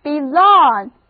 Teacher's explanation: develop along with the mind,所以 along with 就是一同一道的意思。现在我们在 long 之前加上表示成为的前缀,be,那么 belong, b-e-l-o-n-g, 重音还是放在第二个音节上